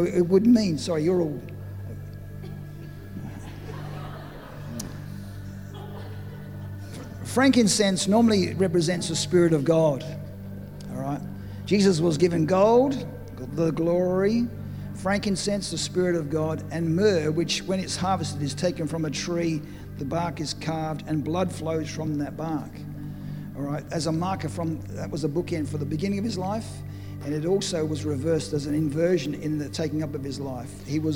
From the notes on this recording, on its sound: during the Saturday afternoon session of the Dreams and Visions conference